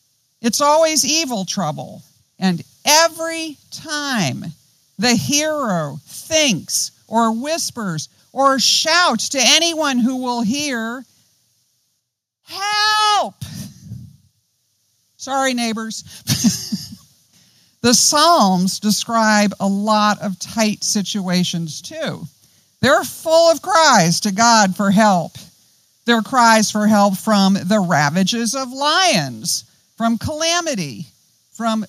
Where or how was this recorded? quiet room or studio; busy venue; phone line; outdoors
outdoors